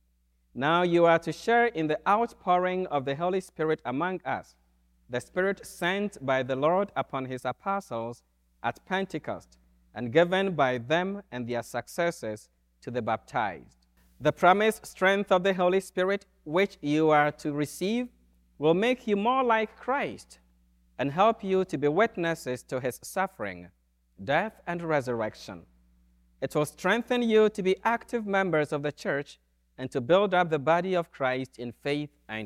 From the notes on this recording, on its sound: Easter Vigil from Holy Spirit Catholic Church in Creston Iowa